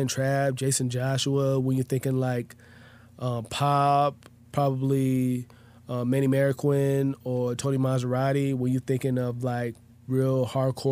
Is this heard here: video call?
no